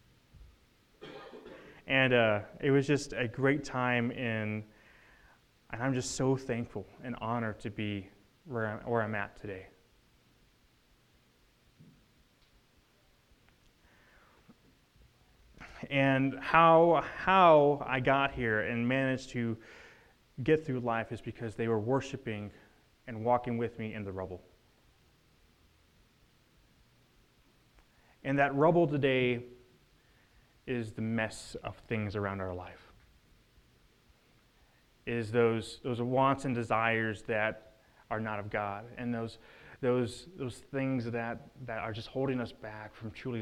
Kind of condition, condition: setting, large echoing room